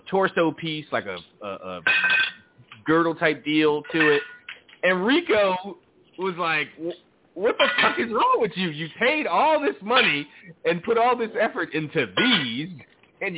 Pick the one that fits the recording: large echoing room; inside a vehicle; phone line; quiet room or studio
phone line